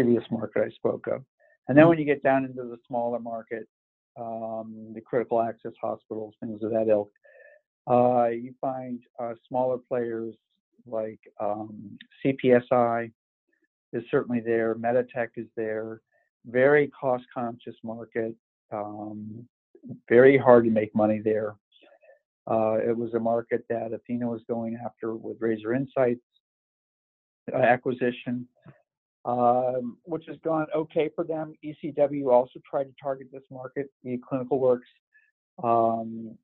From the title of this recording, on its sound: Conference Call